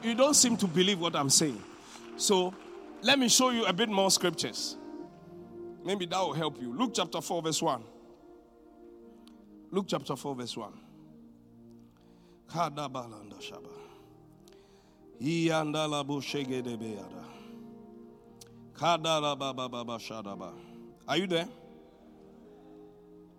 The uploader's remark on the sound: Preached at the Qodesh